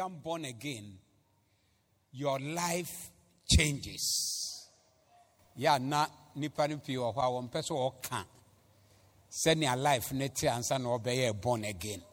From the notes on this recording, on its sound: Preached at the Zeloo Service 14082022